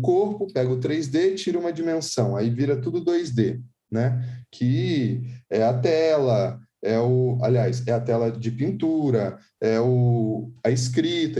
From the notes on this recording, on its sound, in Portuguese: LIVE.